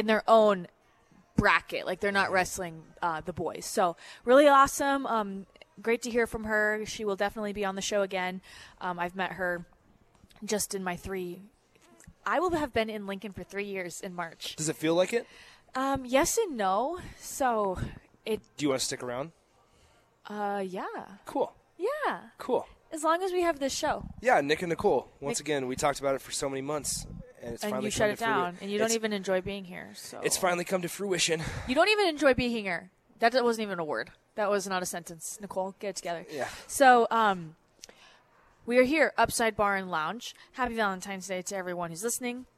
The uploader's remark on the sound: Live from the Upside Bar and Lounge